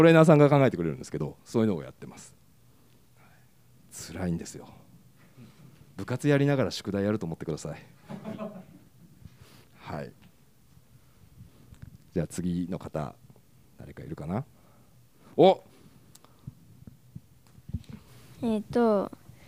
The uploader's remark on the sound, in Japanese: 子どもたちを前に「働くこと」をテーマに語り尽くした。約１時間のトークイベントを前後半に分けて配信！